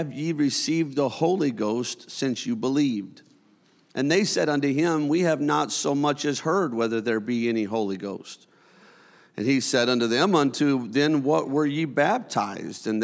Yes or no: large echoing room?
yes